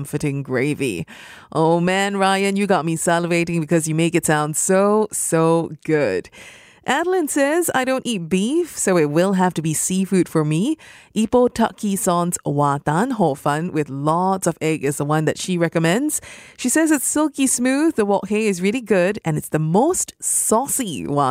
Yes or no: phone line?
no